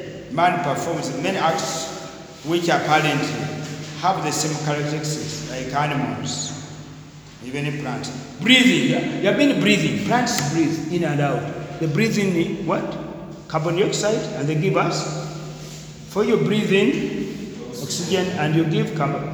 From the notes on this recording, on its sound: Discussed during a lecture